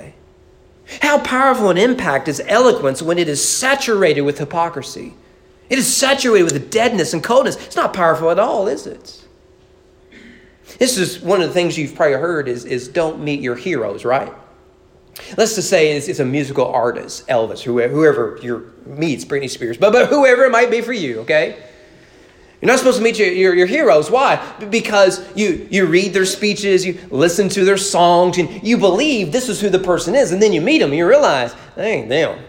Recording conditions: large echoing room